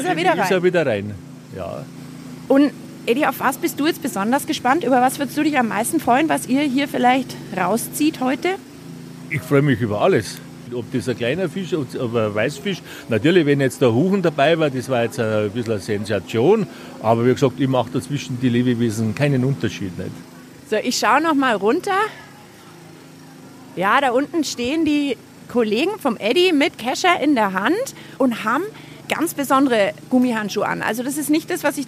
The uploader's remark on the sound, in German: Ist live bei der Bachauskehr dabei. Im Auer Mühlbach.